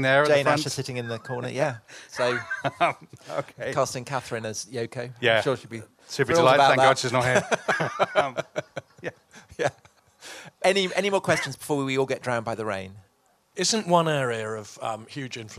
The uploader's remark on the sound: live at the Chalke Valley History Festival